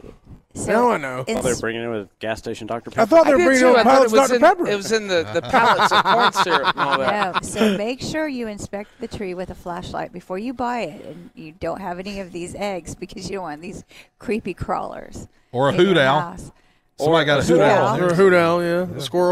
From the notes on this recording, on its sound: WE ARE LIVE FOR HOUR TWO AT THE BON SECOURS WELLNESS ARENA